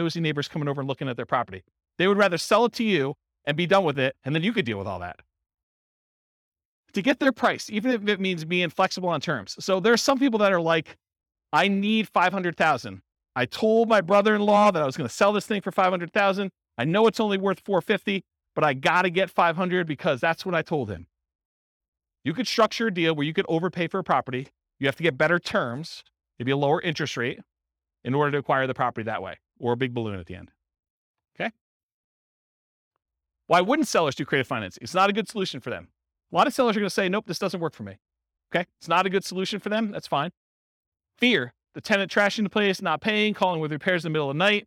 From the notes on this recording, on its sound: Real estate entrepreneurs in Lawrence, Kansas. This was a live class recorded. The live in-person version.